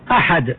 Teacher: الهمزة من أقصى الحلق، الحاء من وسط الحلق، الدال ما بين ظهر اللسان وأصل الثنيتين العليين، وهي من الحروف النطعية.